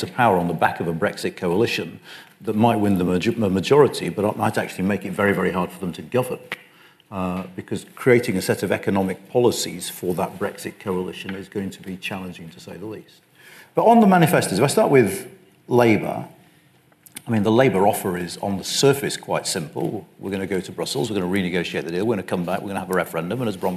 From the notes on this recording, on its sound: A live-recorded panel discussion.